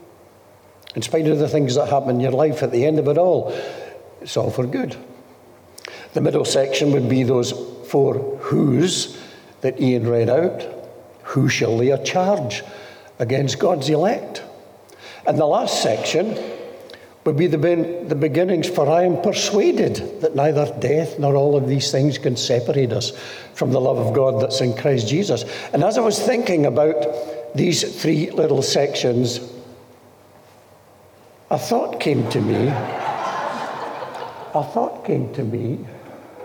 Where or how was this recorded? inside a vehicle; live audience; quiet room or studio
live audience